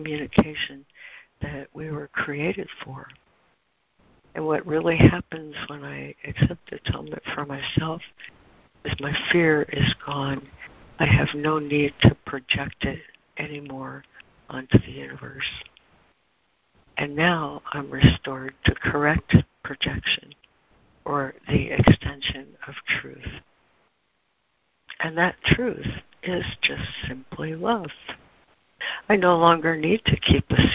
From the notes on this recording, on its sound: ACIM Daily Conference Call.